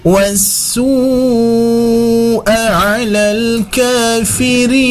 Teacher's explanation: Terus kita juga menemukan di ayat 27 ini di akhir ada wasu, ada mad wajib muttasil. Ini pun juga dibaca panjang 4 sampai 5 harokat.